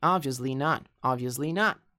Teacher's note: Você não vai pronunciar o B, você não fala obviously.